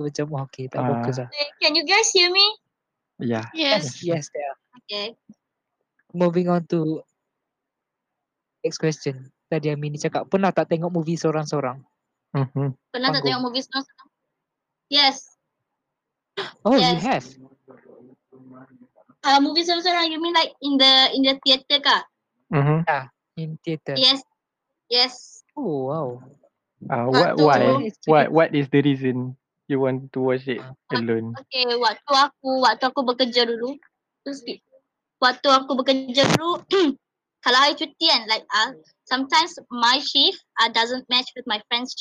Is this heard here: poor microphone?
yes